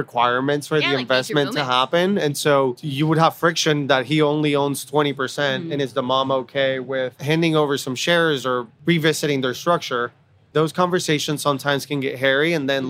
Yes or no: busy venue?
yes